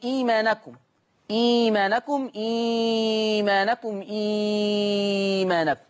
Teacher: قرأ ورش بثلاثة البدل في لفظ إيمانكم